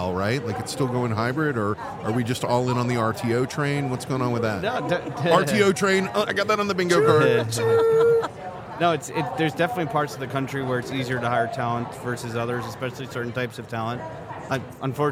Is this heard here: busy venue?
yes